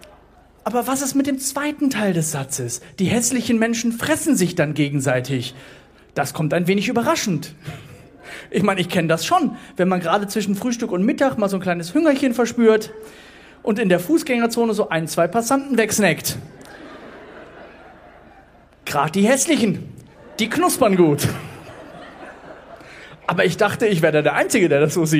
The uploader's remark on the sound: Poetry Slam Audio